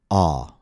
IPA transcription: ɔ